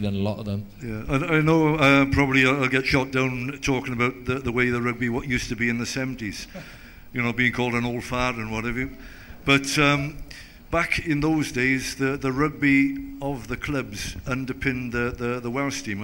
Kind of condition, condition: setting, live audience